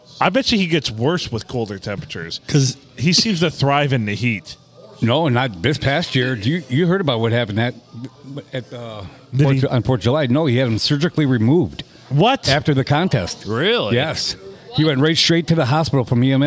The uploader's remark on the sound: We recorded this one at Bench Warmers in Sandusky